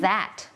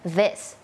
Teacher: มันมีความสั่นนิดนึงแล้วก็มีลมออกมานิดนึง